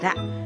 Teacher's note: 舌の先を反らせて上の顎の下の先を当てて発音する